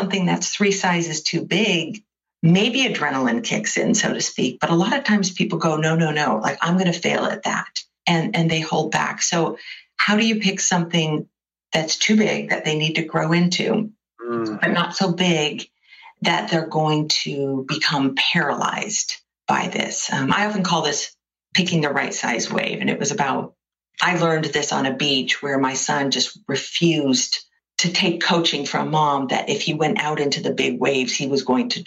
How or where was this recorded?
video call